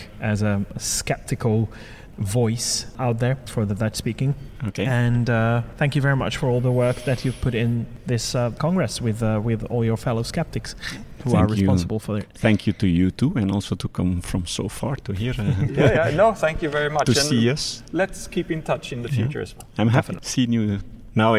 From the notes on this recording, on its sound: interviews recorded at the European Skeptics Congress 2019